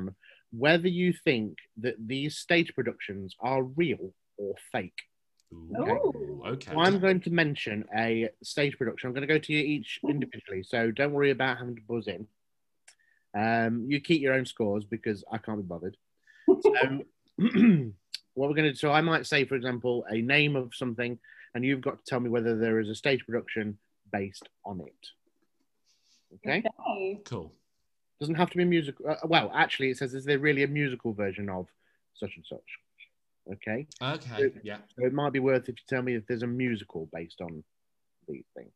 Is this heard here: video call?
yes